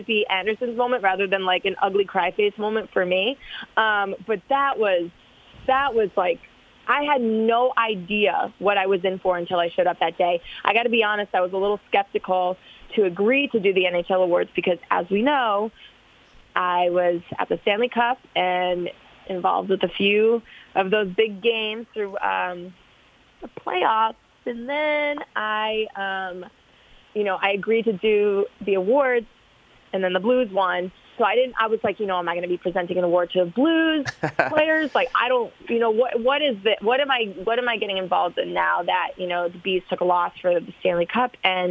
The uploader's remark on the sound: hops on the line (19:00)